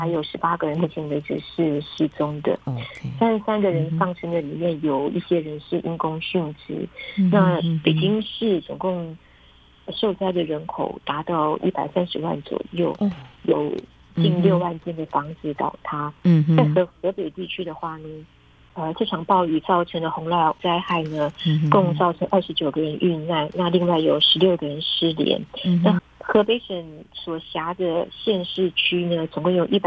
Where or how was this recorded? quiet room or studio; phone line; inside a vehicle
phone line